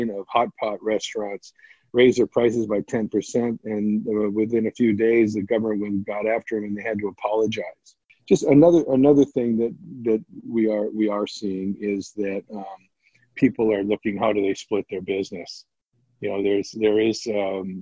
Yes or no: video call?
yes